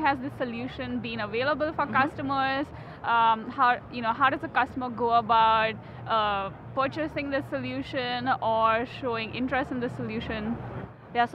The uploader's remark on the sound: live from Microsoft Inspire